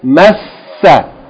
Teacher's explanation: shadda on the seen means hold it, emphasize it